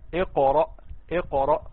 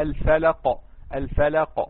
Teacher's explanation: ونلاحظ حاجه كمان يا اخوه، ان القلقله بتميل للفتح، القول الاصح فيها ان القلقله بتميل للفتح، يعني مش بقول مثلا اقرا، لا اقرا اقرا، وكذلك في الفلق الفلق.